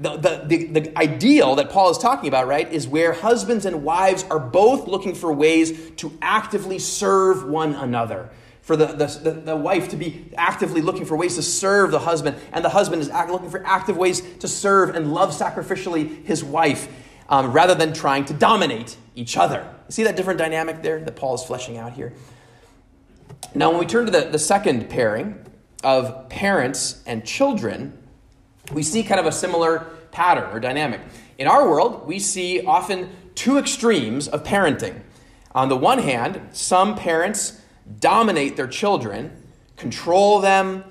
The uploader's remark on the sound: at Immanuel Lutheran Church in Pasadena, CA